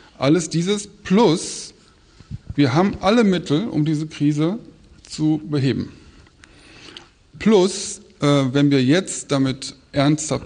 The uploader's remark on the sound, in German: im Rahmen von „2 um 8 – der radioeins- und Freitag-Salon“ am Berliner Ensemble aufgezeichnet